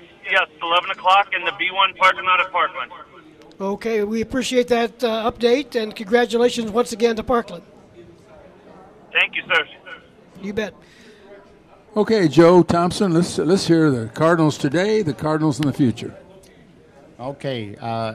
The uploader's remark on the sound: broadcast live from the Kiwanis pancake breakfast at Bromley Hall